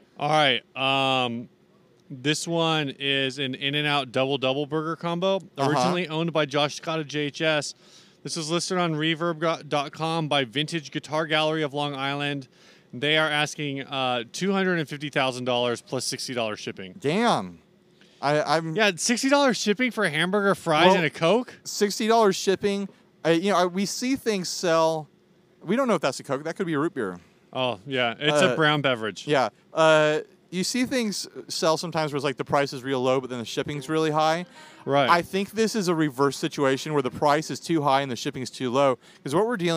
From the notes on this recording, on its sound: We did our best recording all day outdoors